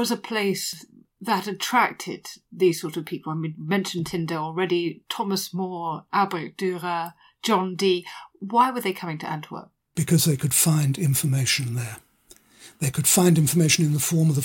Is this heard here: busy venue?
no